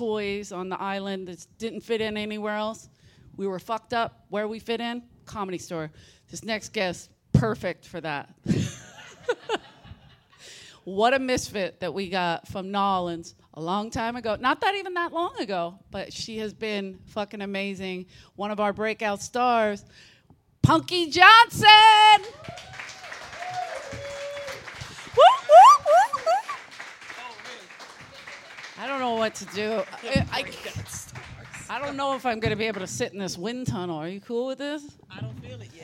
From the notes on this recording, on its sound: LIVE FROM SXSW 2022. Headed down south to host our first event at SXSW.